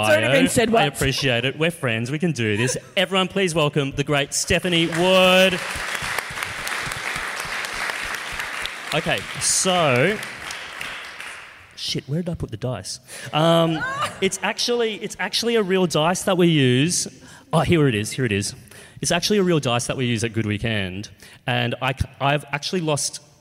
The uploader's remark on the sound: In this one-off live special of Dicey Topics. Wollongong Writer's Festival.